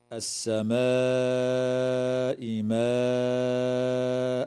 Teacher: وتمد الألف قبل الهمزة من قوله تعالى: السماء ماء، من قبيل المد المتصل، وقدره 4 أو 5 حركات أيضا